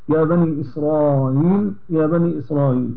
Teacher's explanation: قرأها أبو جعفر بتسهيل الهمزة، تسهيل همزة إسرائيل حيثما وردت، يقول يا بني إسرائيل يا بني إسرائيل مع المد والقصر.